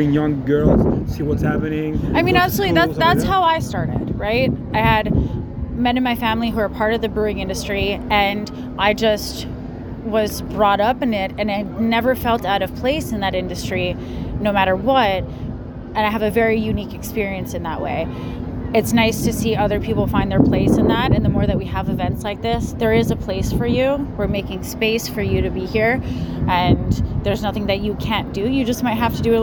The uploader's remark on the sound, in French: à l’événement Festival Brassoeurs of Saint-Jean-sur-Richelieu en mars 2023